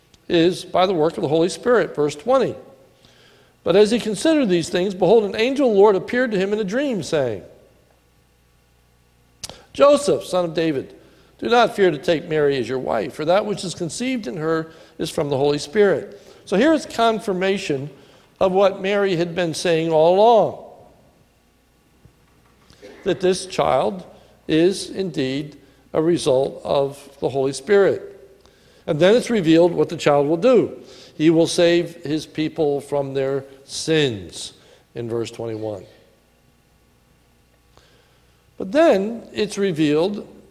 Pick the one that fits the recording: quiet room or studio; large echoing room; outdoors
large echoing room